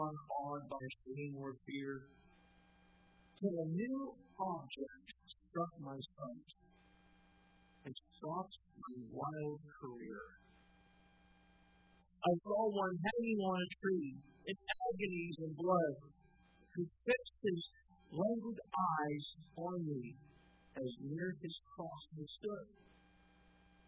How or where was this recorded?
large echoing room